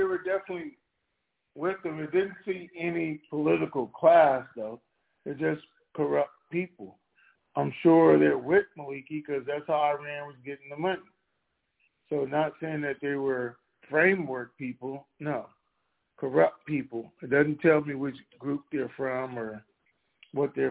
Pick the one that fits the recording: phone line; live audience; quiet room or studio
phone line